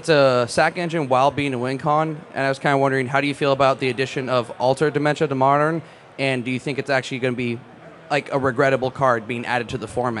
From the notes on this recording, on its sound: LIVE from MF: Seattle! Hosted a live episode at Magicfest in Seattle. A big thanks to Channel Fireball for inviting us to host this show!